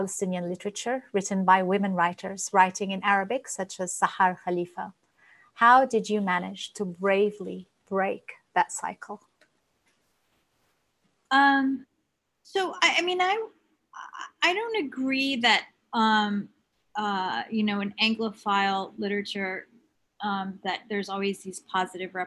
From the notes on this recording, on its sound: The conversation in this episode was was recorded in October 2020 as part of a series of webinars presented by APAN, the Australian Palestinian Advocacy Network.